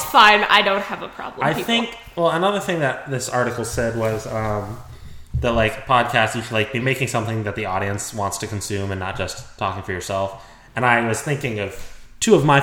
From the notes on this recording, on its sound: Sorry the audio is super echo-ey in this episode!